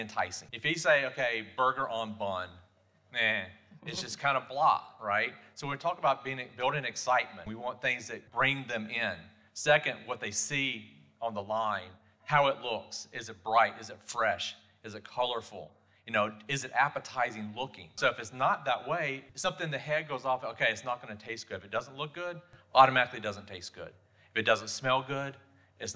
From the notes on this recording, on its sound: Live from Director's Conference 2023. We are recording live from the GaDOE School Nutrition Division's Director's Conference 2023.